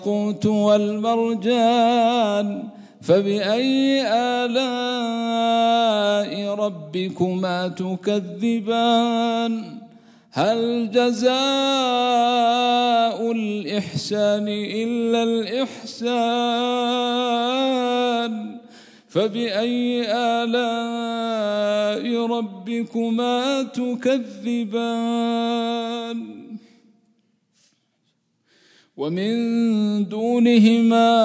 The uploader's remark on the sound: at the Houghton Masjid (West Street)